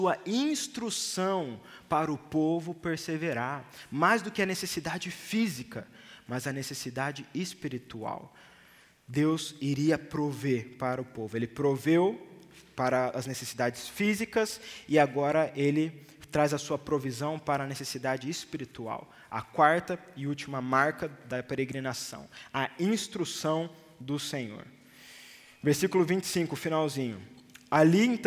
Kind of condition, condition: setting, large echoing room